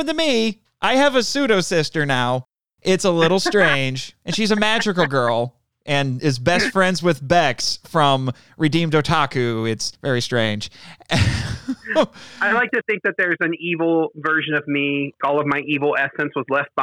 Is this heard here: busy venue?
no